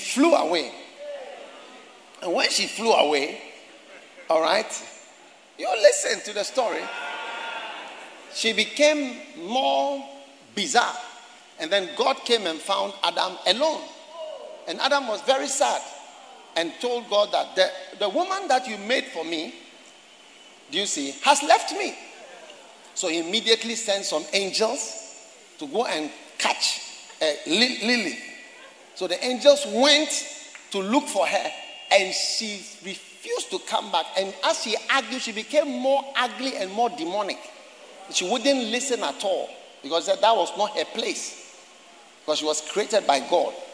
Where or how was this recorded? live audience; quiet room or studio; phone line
live audience